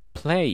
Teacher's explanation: 無声破裂音の後の L っていうのは無声化してしまうんですね。つまり声帯の震えが伴わないっていうことなんですが · Term: 無声化した L